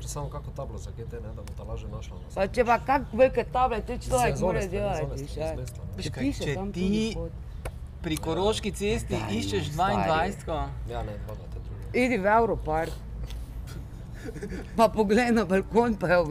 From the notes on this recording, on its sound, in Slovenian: Na ulici pred hišo ter pred publiko. GT22.